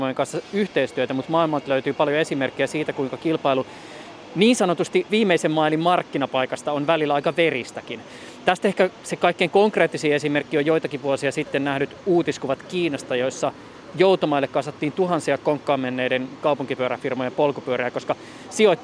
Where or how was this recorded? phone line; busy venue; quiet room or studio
busy venue